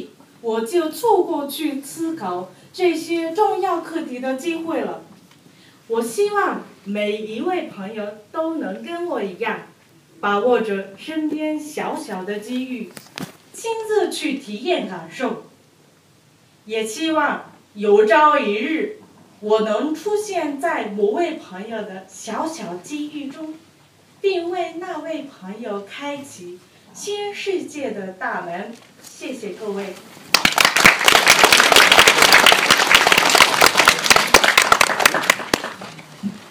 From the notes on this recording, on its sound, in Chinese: 来自海的声音和中文演讲比赛的现场录音 第一位选手的演讲没有录全。